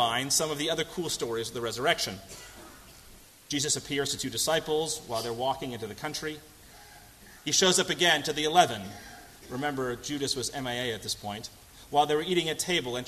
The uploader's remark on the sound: at First Congregational Church of Houston